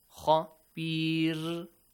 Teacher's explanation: Ra, with light sound here. Because it has a kasra sound